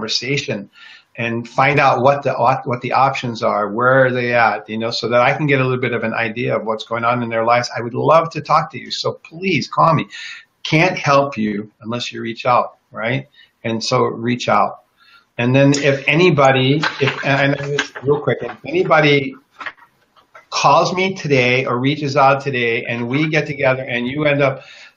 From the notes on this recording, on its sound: This is a replay from a facebook live interview.